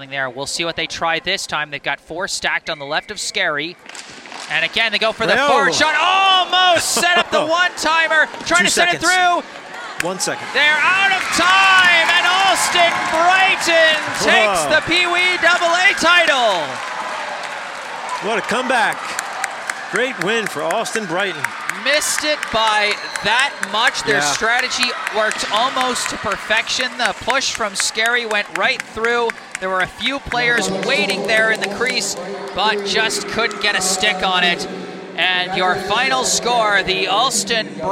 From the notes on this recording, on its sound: Coverage of the 2023 Mayor's Cup Youth Hockey Tournament at Boston College.